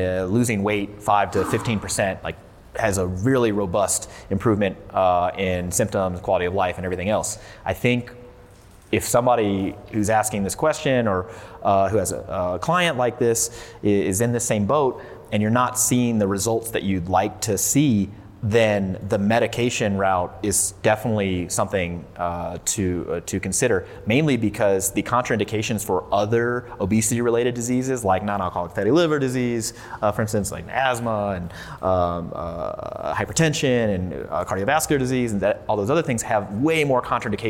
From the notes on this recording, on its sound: This podcast was recorded July 2019 at Elevate Barbell in Fort Collins, CO.